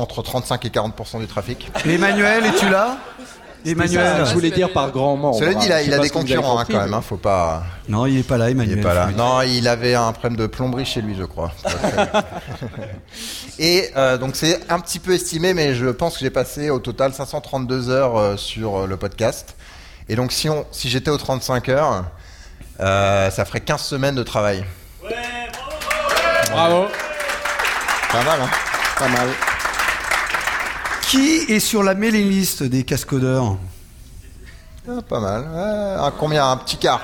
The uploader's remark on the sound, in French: en direct de Devoxx